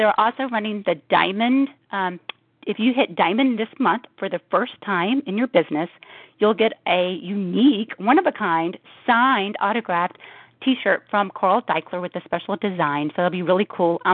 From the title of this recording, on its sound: Team Elite Conference Call